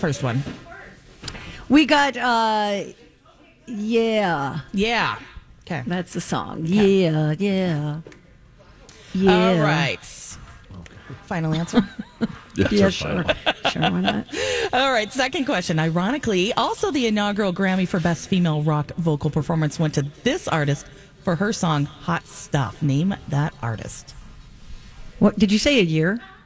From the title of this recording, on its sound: On Location at Popped Corn in Minnetonka